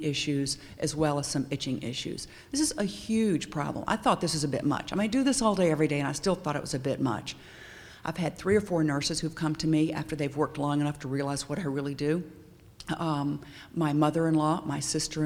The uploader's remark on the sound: Audio podcast from the 6th Annual Fall Conference in Tampa, Florida.